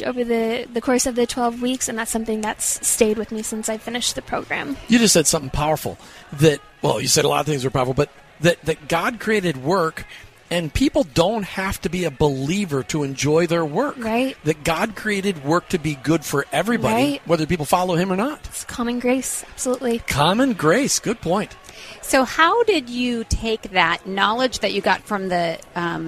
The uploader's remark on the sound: From our time at this year’s Workmatters Conference in Rogers, Arkansas to grab a bevy of interviews